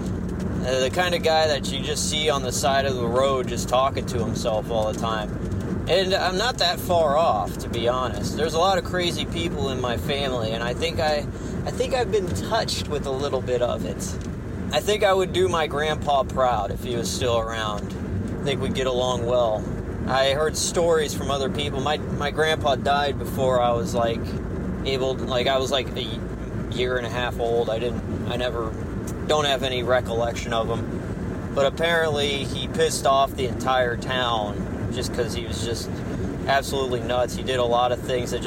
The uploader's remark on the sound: Random Car Ride Talk.